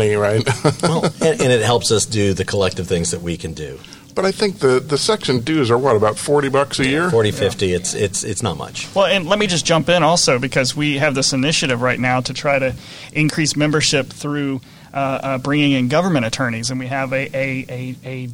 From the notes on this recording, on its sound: APS Live! This show was recorded before a live audience at the Hyatt Regency in Orlando, Florida.